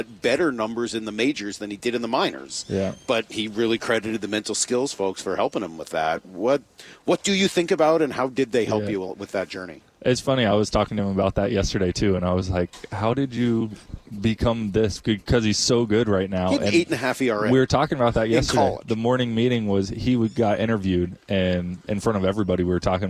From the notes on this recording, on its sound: We're live from spring training!